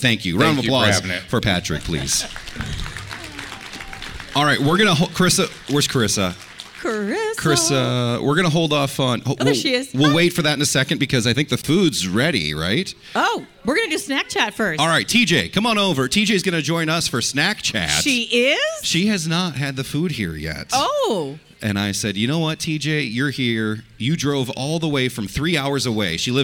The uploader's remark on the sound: Say Too Much LIVE From Music Therapy! We went LIVE from our Music Therapy event.